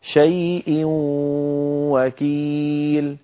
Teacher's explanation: هنا أيضا أدغمنا التنوين في الواو فصار النطق بواو مشددة، لكن الواو الأولى من الواو المشددة مصحوبة بغنة · Term: الإدغام بغنة